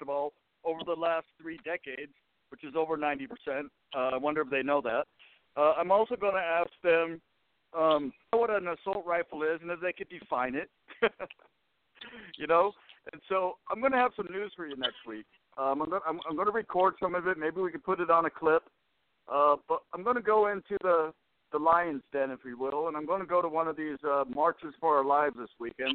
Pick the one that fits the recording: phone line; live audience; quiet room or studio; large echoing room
phone line